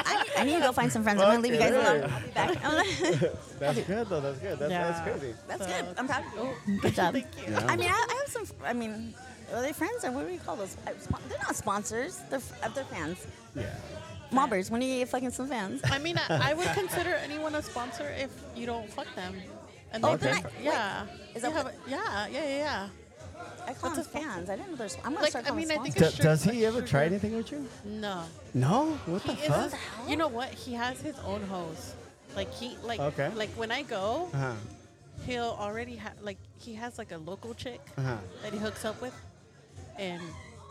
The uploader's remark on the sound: This Episode was recorded live at event, Pajama Jam.